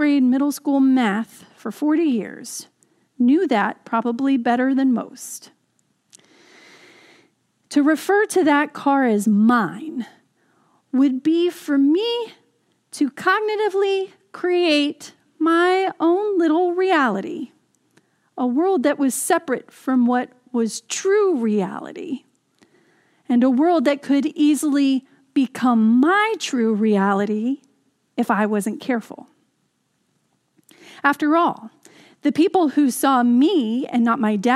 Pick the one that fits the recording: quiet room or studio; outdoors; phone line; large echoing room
large echoing room